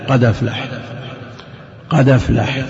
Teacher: تنقل حركة الهمزة إلى الدال